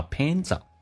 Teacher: Pants 跟 on 连在一起，也可以说成 pantson，但一般很多人会进行浊化，在美语当中叫 pants on.